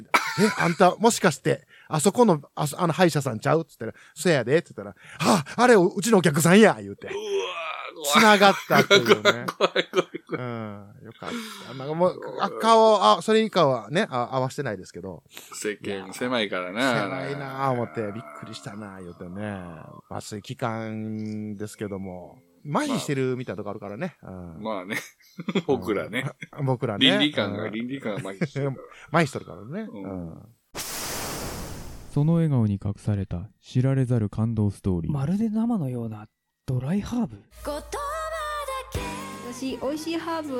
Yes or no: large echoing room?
no